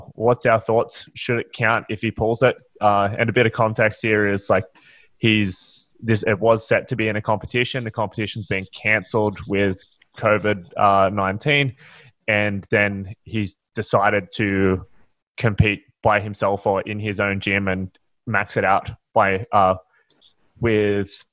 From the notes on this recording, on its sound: We got the Newstrength Crew back together to do a podcast episode answering listener questions over zoom.